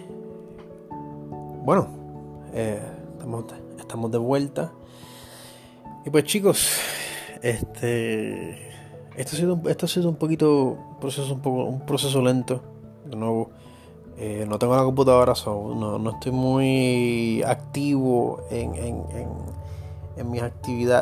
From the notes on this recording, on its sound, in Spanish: Este es el primer episodio grabado directo desde el mobil utilizando todas las herramientas de edición de la aplicación Anchor.